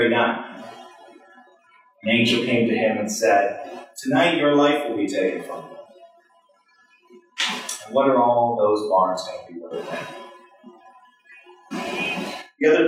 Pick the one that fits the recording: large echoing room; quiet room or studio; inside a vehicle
large echoing room